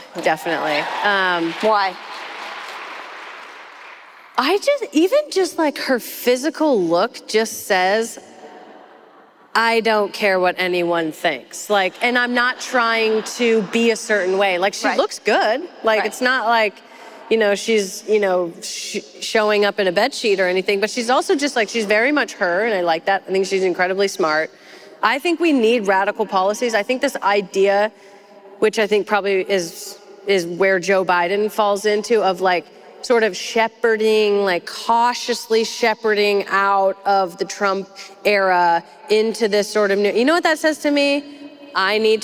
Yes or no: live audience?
yes